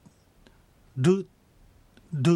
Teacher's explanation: の座という言葉で争っていうのがあります。ところが例えば猿方言の中で争っていうふうに発音、きれいに発音しても、ここの方言だとこの R の音と S の音がくっついてアッソっていうような音になります。あるいはちょっと複雑な文章ですが、何でもって言った場合にネプネヤッカ、これなんかも普通の発音でネプナッカというような音になってしまいます。例文ではローマ字でイパカシヌクルネとなっています。このイパカシヌクルの最後の R の音なんですが、昔はルルっていうふうに舌を上あごにつけて、弾くように発音する。ですからちょっと聞くとラ行がダ行ダディドゥデドの音に聞こえるような、そういうような発音をしていました。ですからこの音で次に N って音につなげようとするとイパカシヌクンネと自然にイパカシヌクンネクンネ、口の形がどうしてもそうなります。ただ現在はこの R の音、日本語のラリルレロの音でやっておりますので、どうしても頭で考えて R の前 N の前だから R を N にするというような作業を行うことも多いんです。ただしこれは早口